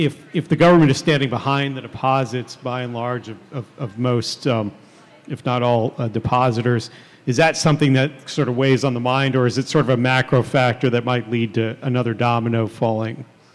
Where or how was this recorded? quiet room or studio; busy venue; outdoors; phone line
busy venue